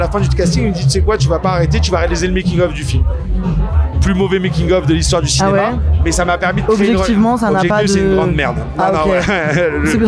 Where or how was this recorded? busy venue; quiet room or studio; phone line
busy venue